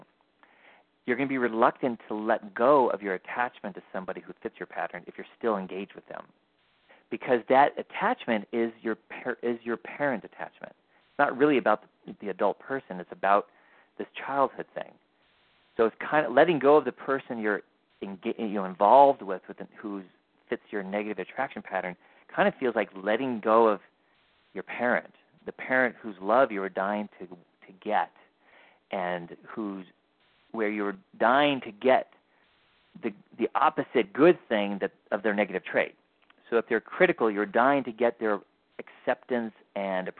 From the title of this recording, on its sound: Live Q&A Calls